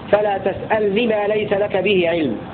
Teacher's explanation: قرأ أبو عمرو الكوفيون بسكون اللام وتخفيف النون مكسورة